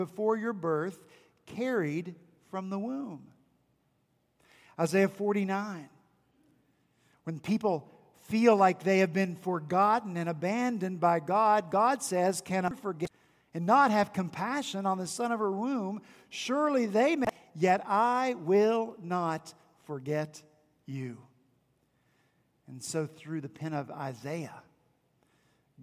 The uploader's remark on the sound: At Redeemer Presbyterian Church in Charleston, SC.